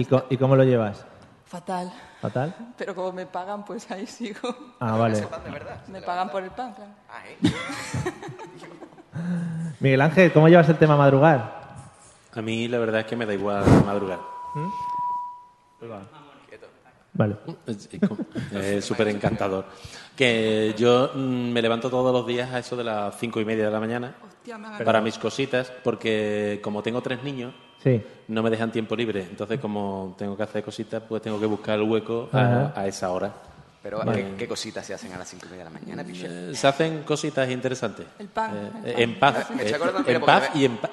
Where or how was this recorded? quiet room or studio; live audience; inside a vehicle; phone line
live audience